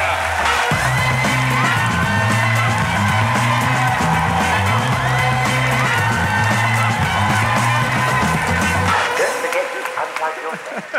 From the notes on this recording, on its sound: A Rational Fear Live in Melbourne 10 minute Sample. 10 minute sample of the Melbourne International Comedy Festival live show.